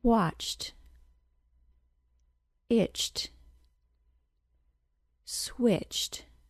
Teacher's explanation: Since the CH sound is unvoiced, an ED ending added to it will be pronounced as a T sound. It will sound like jt, as in watched.